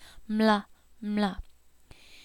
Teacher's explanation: the same part of your mouth that you use for the ma, the two lips, and then the L, la sound, working together in perfect blend